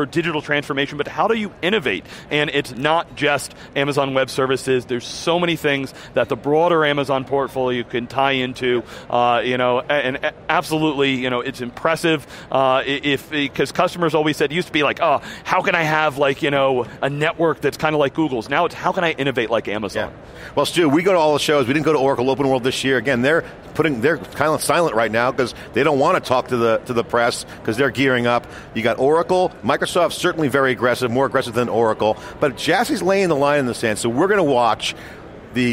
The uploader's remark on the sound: live from re:Invent 2017